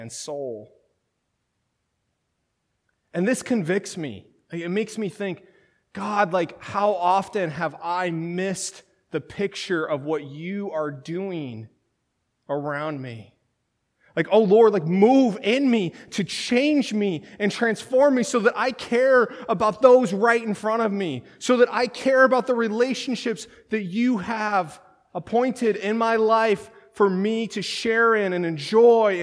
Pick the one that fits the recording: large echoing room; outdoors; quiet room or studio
large echoing room